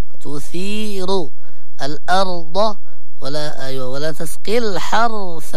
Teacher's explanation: لابد من تفخيم الراء سواء في كلمة تثير أو الأرض أو الحرث